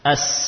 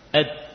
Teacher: As, suaranya berjalan mengalir. Dal, suaranya berhenti. Ed, tertahan pada makhrajnya. · Term: rohawah